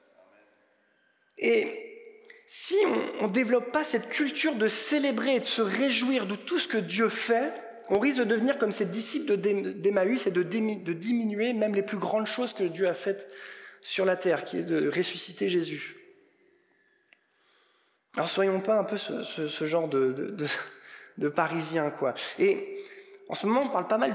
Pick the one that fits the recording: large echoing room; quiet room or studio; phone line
large echoing room